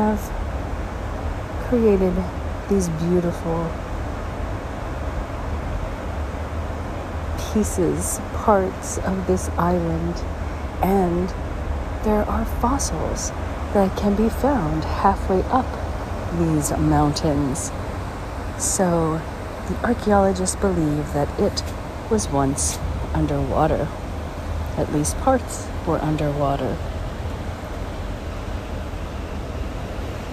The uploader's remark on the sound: Basseterre, St. Kitts. Special Edition On Location Walk and Talk.